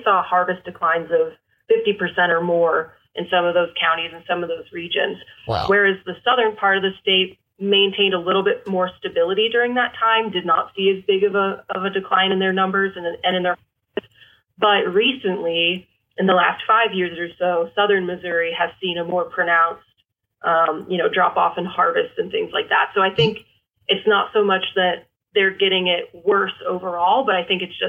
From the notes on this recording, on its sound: call in from Kansas